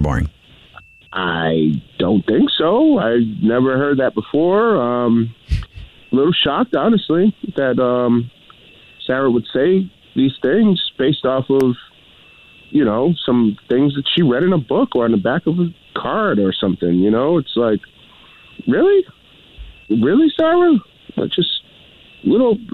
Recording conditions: phone line